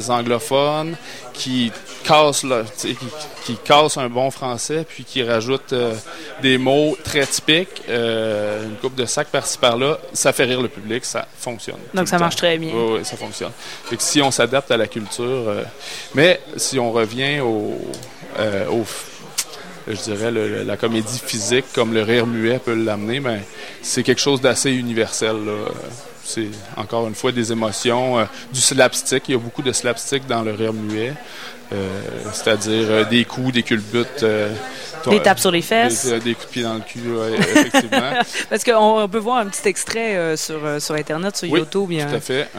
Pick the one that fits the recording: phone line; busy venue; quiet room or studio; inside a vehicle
busy venue